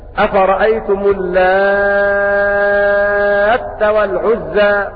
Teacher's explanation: بتشديد التاء مع المد ست حركات لأنه يصير عندئذ مدا لازما